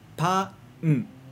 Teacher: a gente não vai fazer o som de pan, um. Vai fazer sempre pa, como de pato, depois o um.